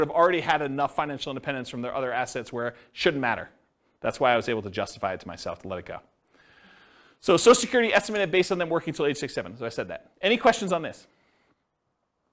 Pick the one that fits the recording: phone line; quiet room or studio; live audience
live audience